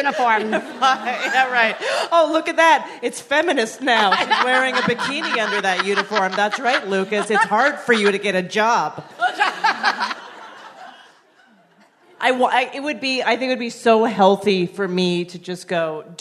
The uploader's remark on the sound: One Bad Mother is live from The Bell House in Brooklyn this week!